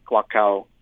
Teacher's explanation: And I put a glottal stop in the middle of it